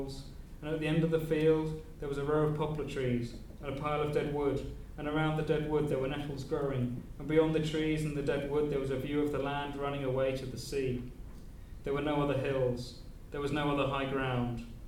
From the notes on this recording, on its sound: Reading at Worlds Literature Festival 2011. Worlds Literature Festival 2011: an Afternoon Reading.